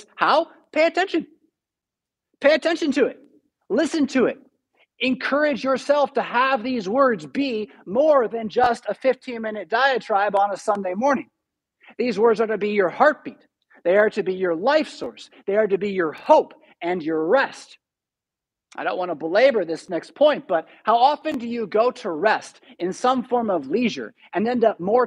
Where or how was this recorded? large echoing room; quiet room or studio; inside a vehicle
large echoing room